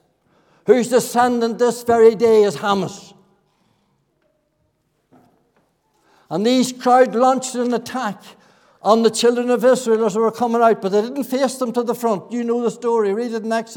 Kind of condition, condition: setting, large echoing room